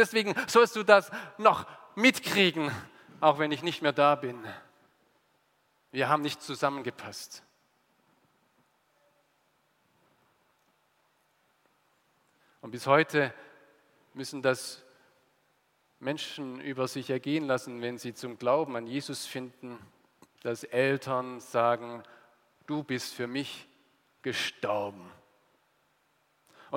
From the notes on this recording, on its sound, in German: aus dem Gottesdienst der Liebenzeller Mission